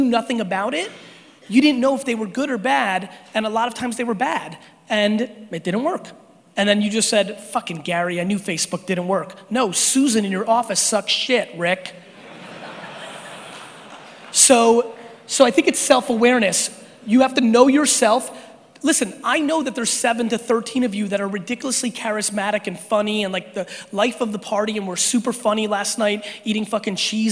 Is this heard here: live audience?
yes